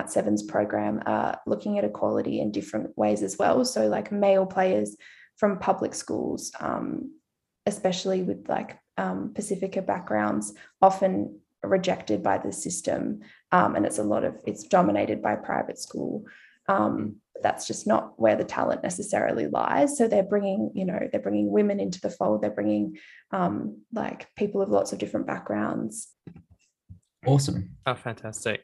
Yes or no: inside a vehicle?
no